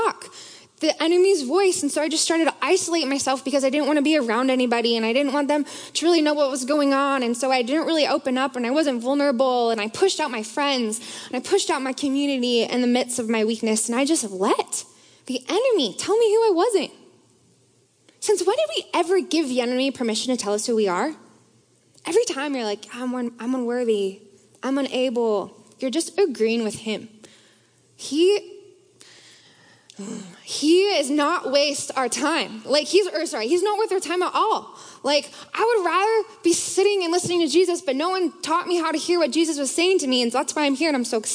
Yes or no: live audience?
yes